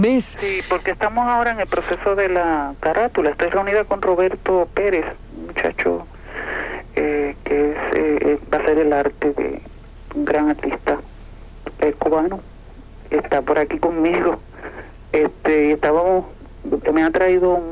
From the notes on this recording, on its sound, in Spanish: RADIO MIAMI 90s LLAMADAS DEL PUBLICO. CONTESTA LLAMADAS DEL PUBLICO.